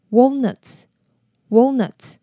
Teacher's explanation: Walnuts 它的 A 是短母音，念的时候两颊要有点收进去，舌头会往后缩。然后当你要发到 L 的音的时候，舌头再稍微弹回来顶到你的上颚。然后最后的 S 不要忘记，所以念起来是 walnuts.Walnuts.那上上礼拜的句子里面有一个地方是 walk through.